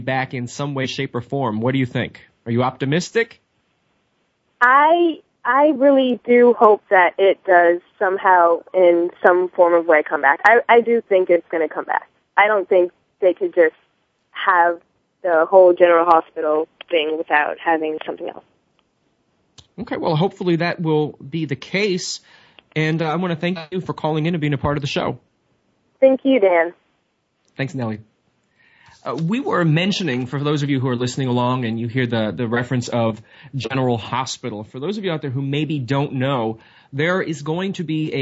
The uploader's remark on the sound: Soap Central Live opens the phone lines to fans